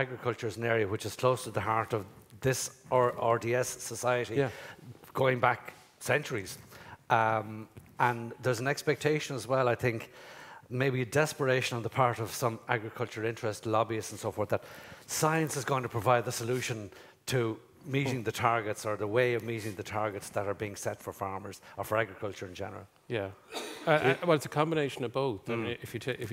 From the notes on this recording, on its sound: Episode recorded in the RDS with a live audience.